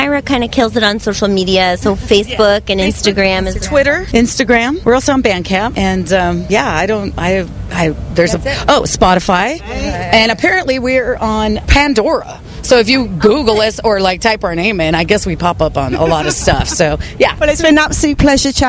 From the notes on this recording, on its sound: backstage at Download Festival 2018